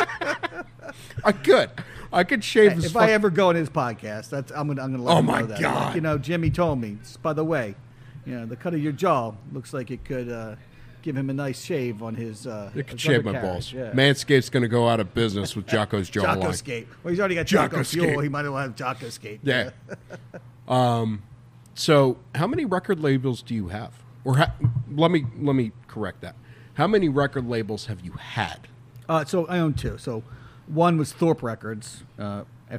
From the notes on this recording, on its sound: this was the first episode to be recorded in the Liga Privada Lounge of the Wooden Indian Tobacco Shop